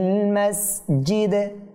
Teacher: ওকফ করার কারণে সাকিন হয়েছে। তো ডালটা কী হবে, এখানে কলকলা হবে, কম্পন সৃষ্টি হবে, প্রতিদিনই আওয়াজটা বের হবে।